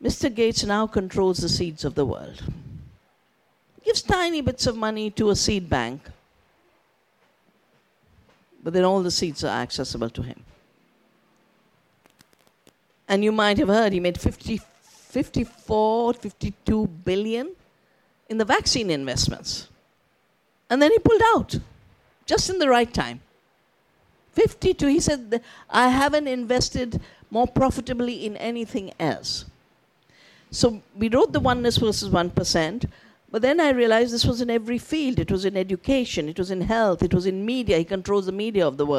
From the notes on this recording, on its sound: For our upcoming 2023 Festival live-recorded highlight sessions.